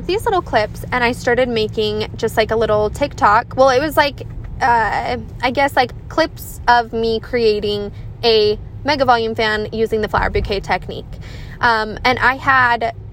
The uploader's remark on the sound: This is a random mini episode coming to you from my car on a short drive.